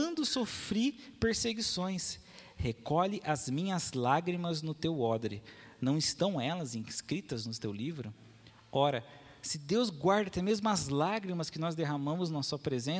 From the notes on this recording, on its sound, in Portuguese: Mensagem gravada na Igreja Batista Jardim Minesota